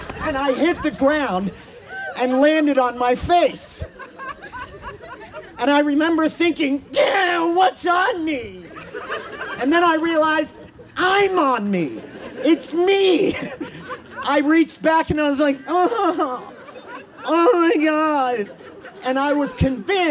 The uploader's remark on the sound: In front of outdoor audience, in the parking lot of Buntport Theater. In front of outdoor audience, in the parking lot of Buntport Theater.